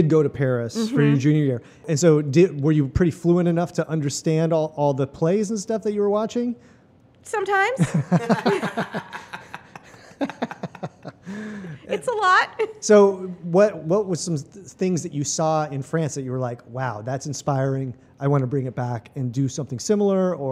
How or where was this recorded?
busy venue